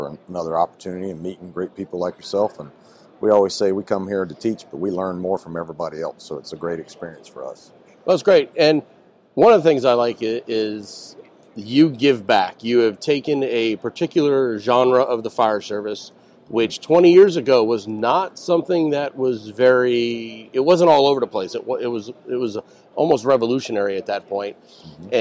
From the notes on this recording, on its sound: on location at Firehouse Expo in Columbus, Ohio